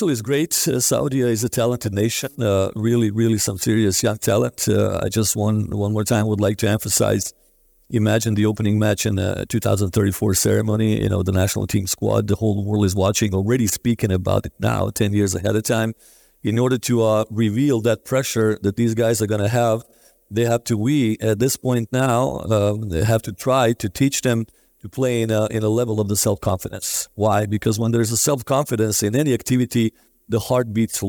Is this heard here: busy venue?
yes